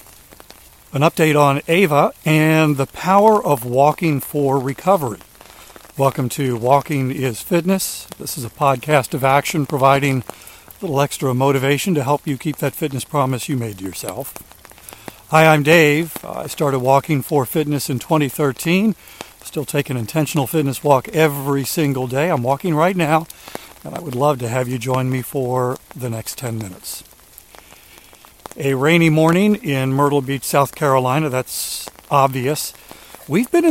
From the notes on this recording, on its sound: During today's rainy walk